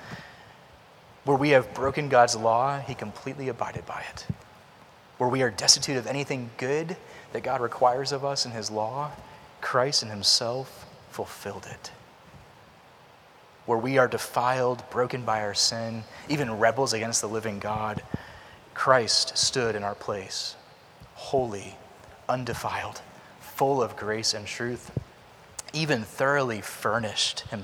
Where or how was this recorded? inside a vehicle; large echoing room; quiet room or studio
large echoing room